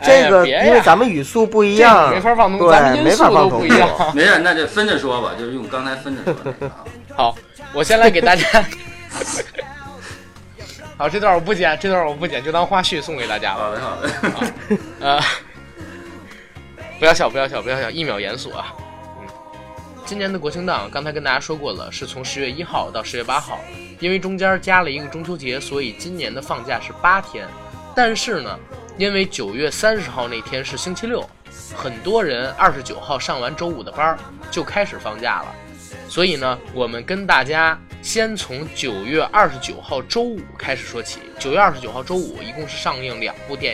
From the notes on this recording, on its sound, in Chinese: 节目剪辑本次不是主播团队，大致背景音乐较大。